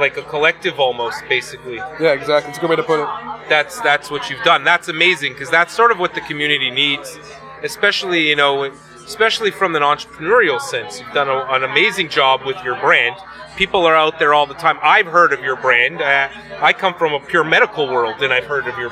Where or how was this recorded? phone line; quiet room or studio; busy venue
busy venue